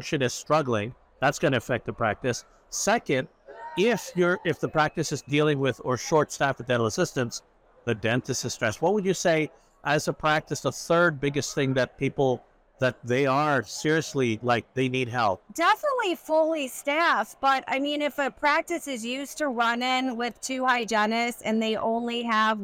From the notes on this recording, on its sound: live from the Hinman Dental Congress